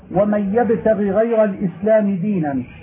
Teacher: وكذلك يجب تبيين الغين إذا تكررت نحو ومن يبتغي غير الإسلام دينا خوف الإدغام أو الإخفاء لاجتماع المثلين